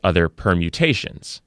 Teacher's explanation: Both are nouns, both are four syllables, and both have the stress on the third syllable in this case.